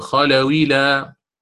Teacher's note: سأخذ حركة الكسرة من الهمزة ونقلها إلى الواو، ثم حذفت لفظا لا رسما